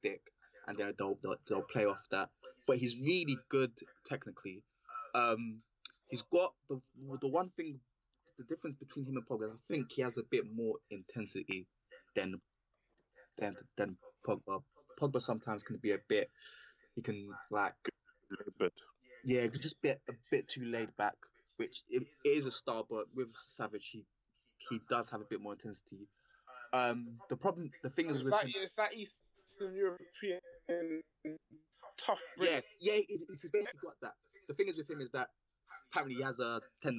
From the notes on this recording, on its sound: We apologise for the poor audio this week, as we had technical issues with our recording software and gremlins with skype.